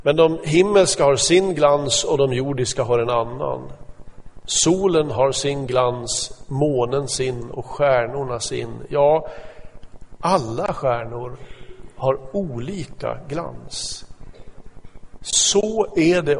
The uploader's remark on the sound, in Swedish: Inspelad i Smyrnakyrkan, Göteborg 2014-11-02.